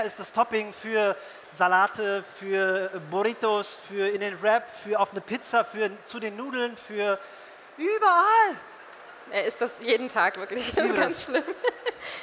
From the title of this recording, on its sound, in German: Live Podcast von der VeggieWorld Berlin